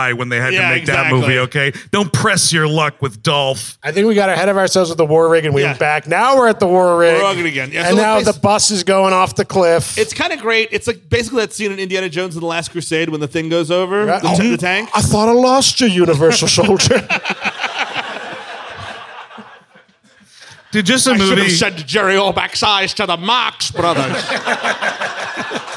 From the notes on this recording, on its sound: At CB Live in Phoenix, AZ. The guys were live in Phoenix.